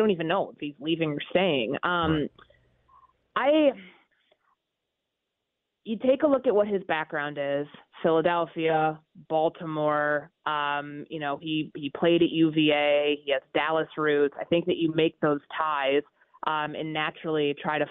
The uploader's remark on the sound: opens the phone lines to take calls from listeners